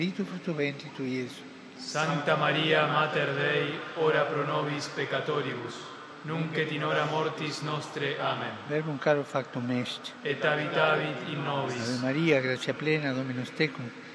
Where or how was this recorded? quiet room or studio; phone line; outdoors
outdoors